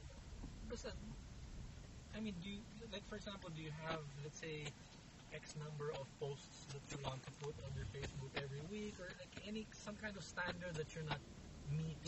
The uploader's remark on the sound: This was recorded in the car on the way and back.